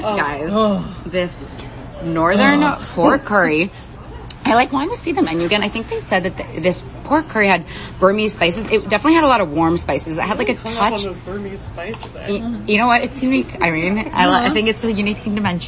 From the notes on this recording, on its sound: Dispatching live from Northern Thai Food Club.